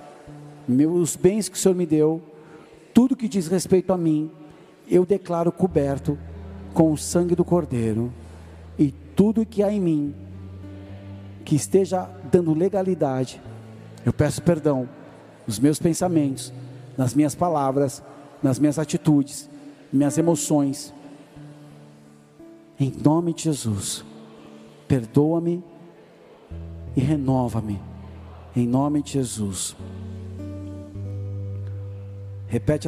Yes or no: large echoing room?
yes